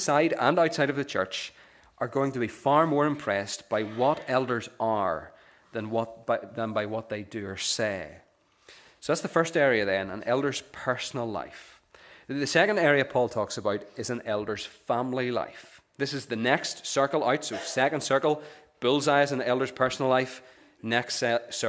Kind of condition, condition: setting, large echoing room